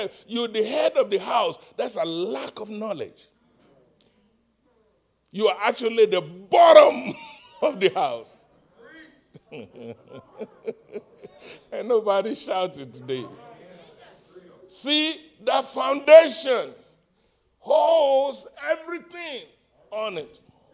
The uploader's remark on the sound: live-recording 6/20/2021 7:30:01 AM